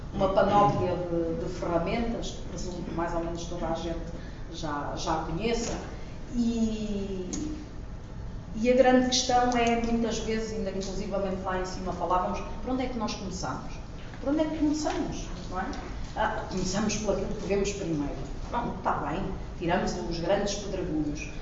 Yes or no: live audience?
yes